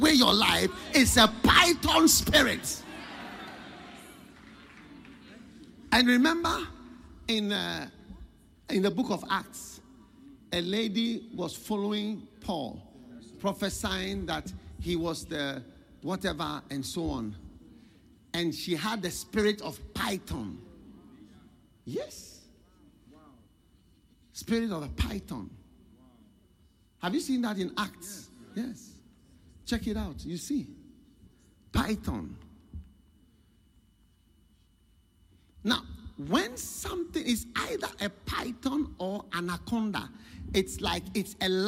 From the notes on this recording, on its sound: Preached at The Qodesh